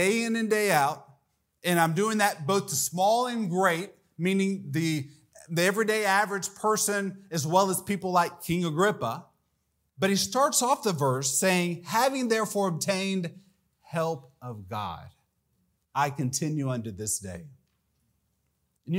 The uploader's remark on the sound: This message was delivered during Missions Month on October 1, 2023 during the evening service.